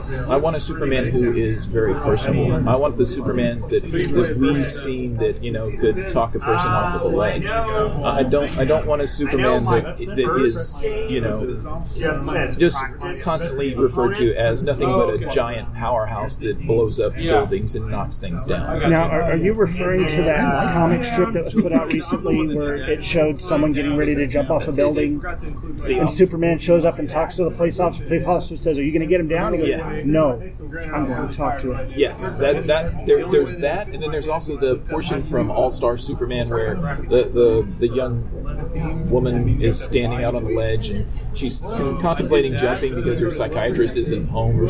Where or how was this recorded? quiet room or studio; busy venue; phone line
busy venue